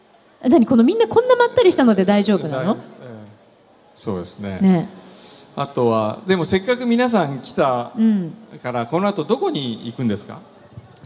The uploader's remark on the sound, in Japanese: 今日は、ランドマークタワーにて公開生放送！公開で収録させていただいたので、少しグダグダとした部分もございます。暑かったにもかかわらず、大勢の方にお越しいただき。